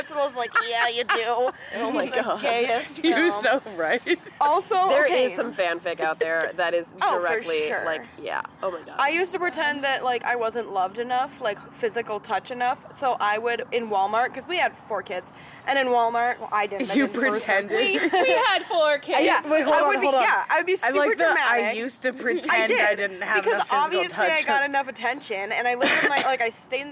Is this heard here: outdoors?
yes